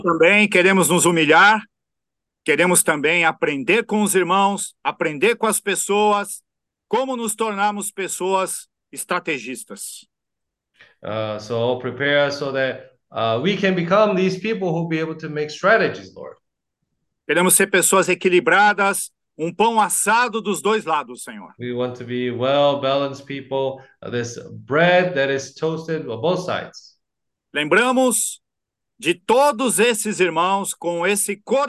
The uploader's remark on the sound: zoom meeting